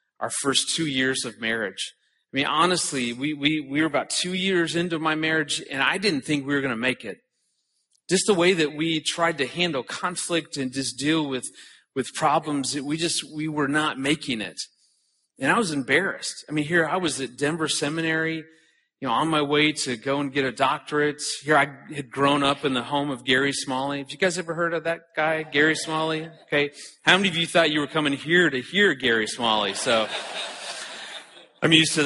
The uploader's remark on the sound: At the 2014 ERLC National Conference